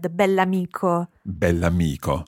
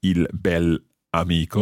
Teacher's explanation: it's very important to pronounce the adjective and the noun as one word · Shown in: first take